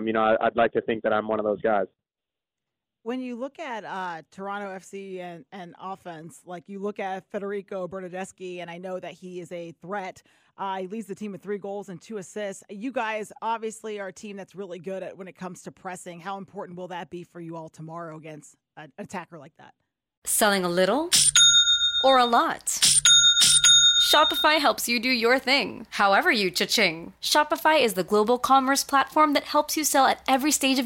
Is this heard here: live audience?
no